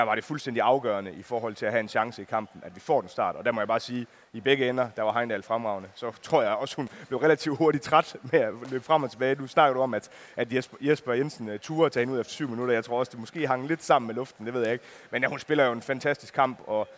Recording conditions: busy venue